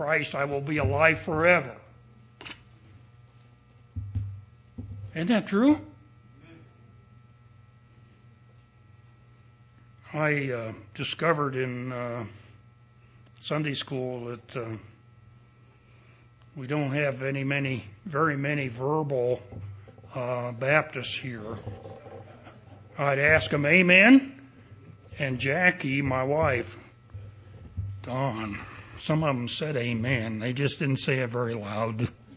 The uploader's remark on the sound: Recording of the sermon